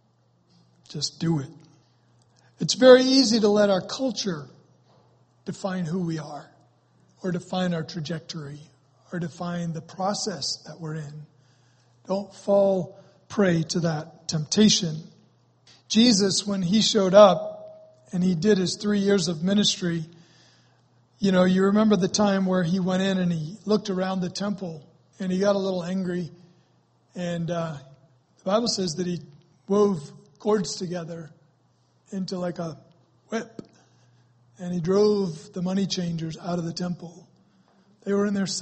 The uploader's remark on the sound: Was recorded on Sunday, May 28, 2017 during Sunday morning service at Celebration Life Family Church.